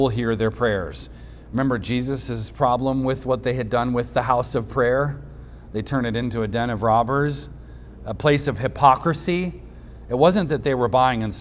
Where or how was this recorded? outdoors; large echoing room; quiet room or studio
large echoing room